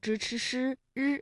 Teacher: 就是由舌尖向上翘起和硬腭的前部相接触，气流受到阻碍形成的一种辅音。舌尖向上翘起，然后呢和我们的硬腭前部气流受到了阻碍，就构成了辅音。那我们说到的像支、吃、诗、日这些呢，都属于翘舌音。在这一次的探索之旅当中呢，我们跟随《旧唐书》一